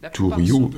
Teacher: le têta de Touriou, c'est un têta, donc en principe c'est T, avec une inspiration